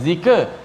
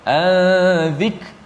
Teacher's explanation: huruf kaf tu di tengah-tengah tu kena bunyi kena angin sikit · Shown in: second take · Term: sifat hamas